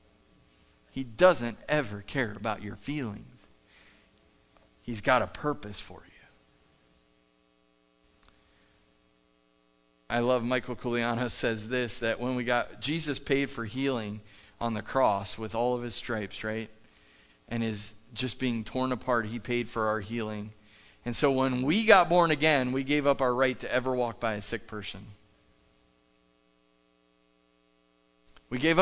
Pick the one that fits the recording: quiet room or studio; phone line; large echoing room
large echoing room